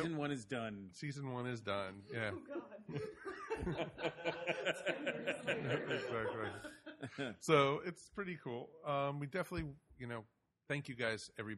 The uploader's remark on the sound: Recorded live at Infinite Realities inTucker, GA! Whether you were there in person, joined us via FB Live, or just in spirit.